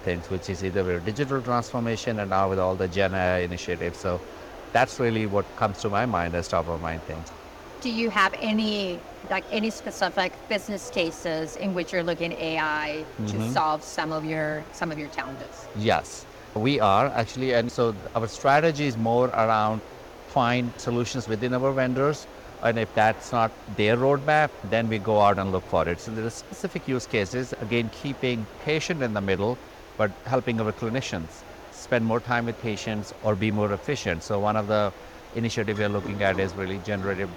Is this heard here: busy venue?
yes